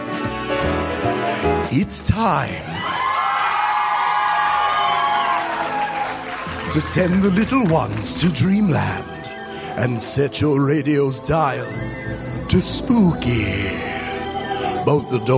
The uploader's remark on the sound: Recorded Live 3/3/2012 at Largo, Los Angeles.